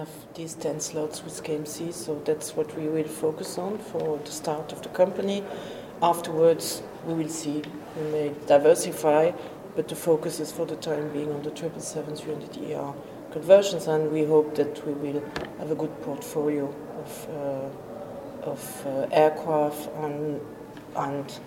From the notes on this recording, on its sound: Live from Cargo Facts EMEA 2024 in Amsterdam.